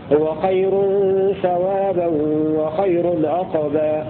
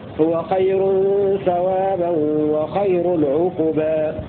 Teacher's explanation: وعاصم حمزة بسكون القاف في هو خير ثوابا وخير عقبا، عقبا القاف ساكنة مع القلقلة · Shown in: first take